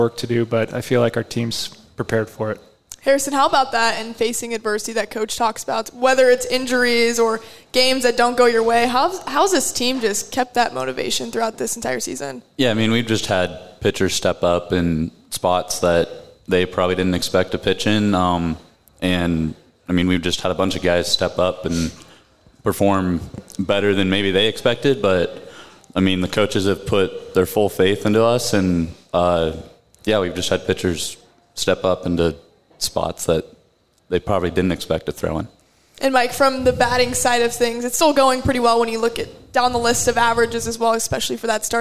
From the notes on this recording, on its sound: Omaha Baseball: Live Show Edition. Hosted the Omaha Baseball team live at Hail Varsity club.